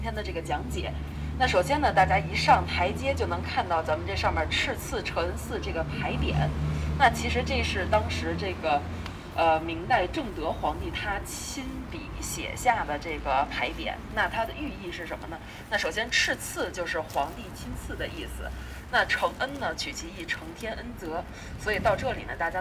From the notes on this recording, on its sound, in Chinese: 用 audiolog 的方式，去北京西边儿转一转。午后一起坐着地铁去体验一场 mini tour。